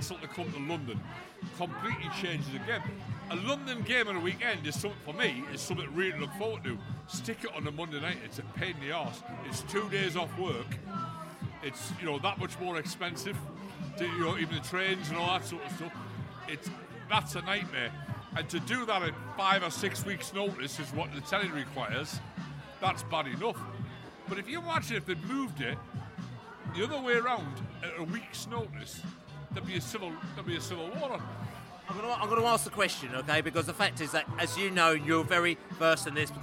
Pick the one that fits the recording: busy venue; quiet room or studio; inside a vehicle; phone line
busy venue